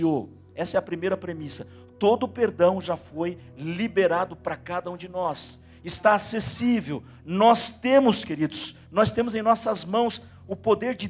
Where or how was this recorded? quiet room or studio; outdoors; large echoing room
large echoing room